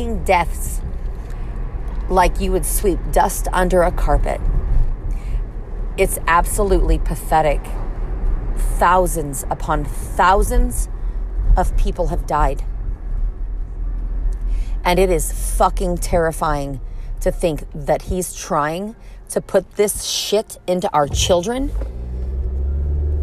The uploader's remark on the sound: Me in my car